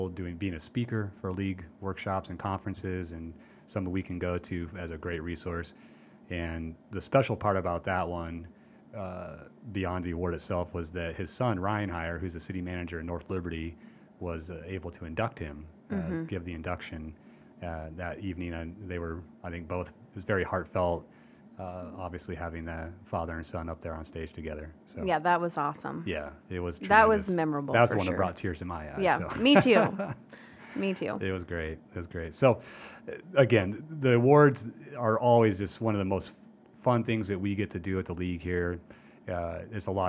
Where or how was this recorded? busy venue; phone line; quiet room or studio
busy venue